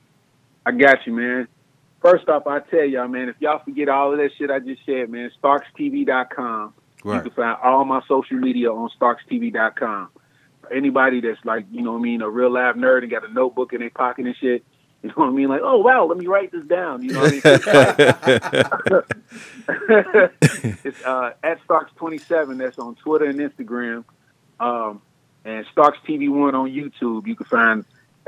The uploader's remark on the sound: Called.